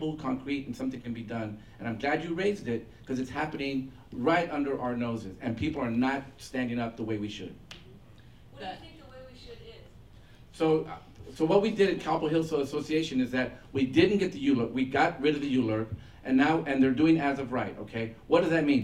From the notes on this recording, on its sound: Real Talk/KipTalk is a serial live talk show.